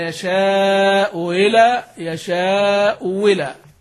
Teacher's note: يعني أبدل الهمزة الثانية واوا · Term: الإبدال